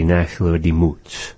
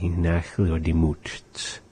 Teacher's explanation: occasionally speakers will drop the T sound · Shown in: first take